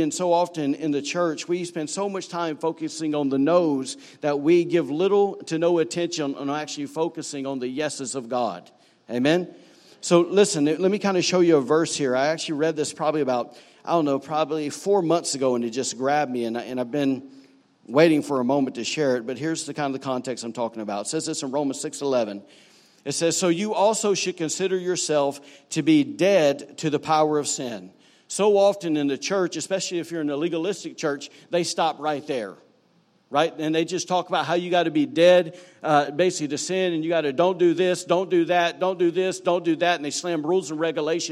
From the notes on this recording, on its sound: was recorded on Sunday, July 8, 2018, during service at The Anchor Church in Rockport, Maine.